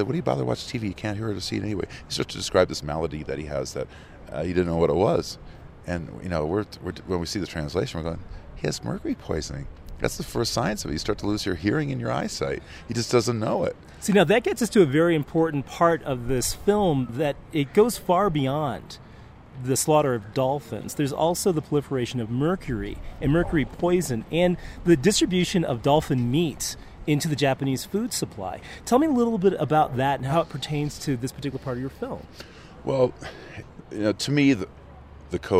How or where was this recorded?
busy venue